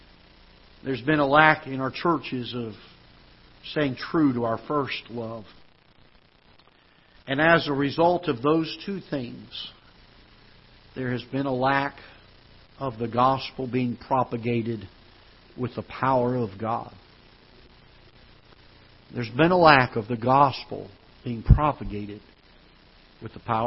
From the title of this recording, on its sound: Ketha Heights Baptist Church ~ Live Broadcast